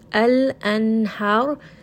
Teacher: Lam and Noon, both of these are tawassut letters. Make sure you rest on them just for a little bit. Ra here has a dhamma, so we are going to follow the general rule.